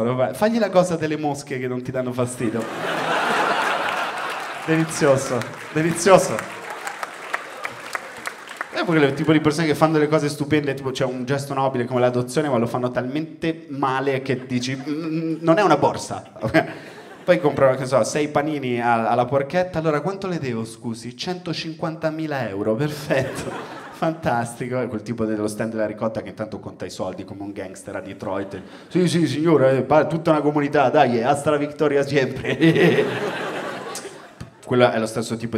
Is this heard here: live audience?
yes